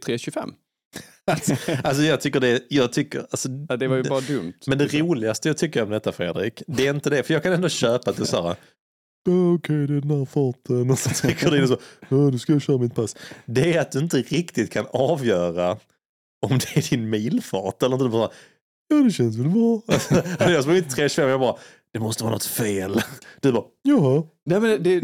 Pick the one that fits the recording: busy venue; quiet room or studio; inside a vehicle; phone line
quiet room or studio